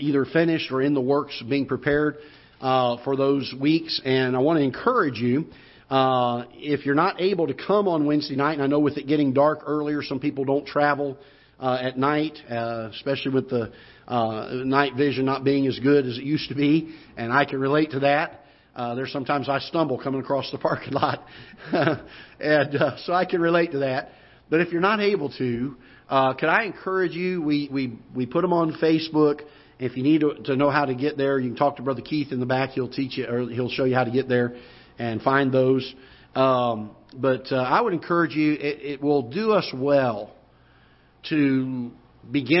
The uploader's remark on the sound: Ketha Heights Baptist Church ~ Live Broadcast